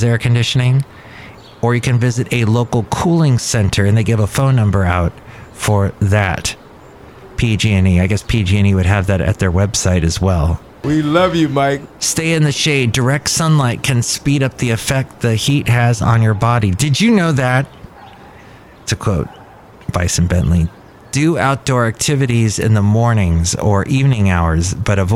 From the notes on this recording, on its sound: podcasts live from Café Anyway